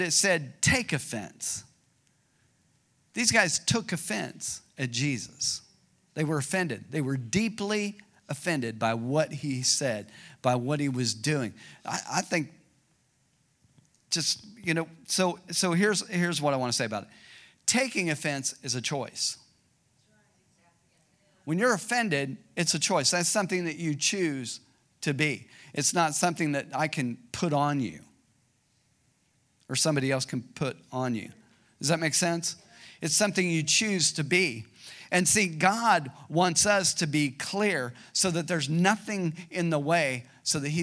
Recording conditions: large echoing room